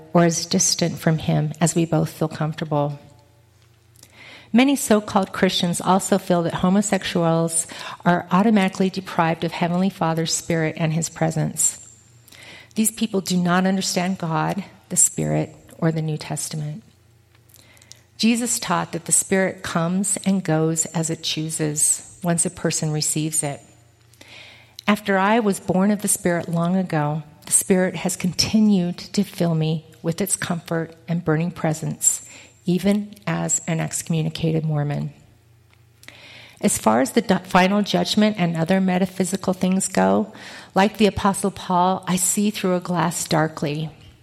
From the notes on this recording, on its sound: Sunstone Session. Recorded live July 29, 2023.